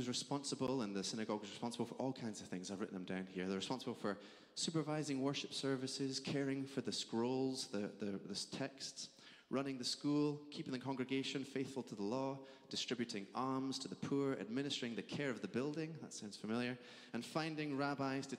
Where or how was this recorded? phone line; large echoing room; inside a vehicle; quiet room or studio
large echoing room